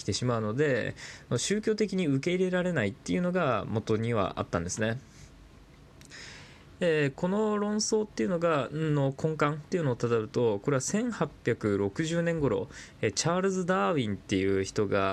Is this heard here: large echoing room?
no